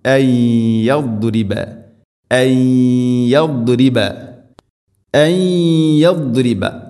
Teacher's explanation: സാക്കിനായ നൂന് ശേഷം യാ ഇദ്ഗാം ബിഗുന്ന, നൂനിനെ യാഇലേക്ക് കൂട്ടിലയിപ്പിച്ച് മണിച്ചുകൊണ്ട് ഉച്ചരിക്കണം.